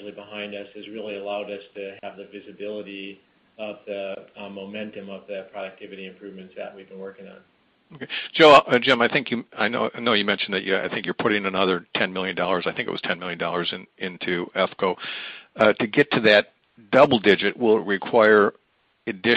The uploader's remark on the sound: Apogee (APOG) Q1 2020 Earnings Call